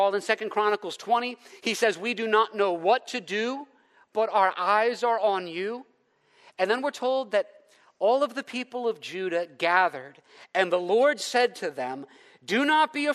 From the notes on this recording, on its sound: preached in the first session at our Leaders Retreat on May 5, 2023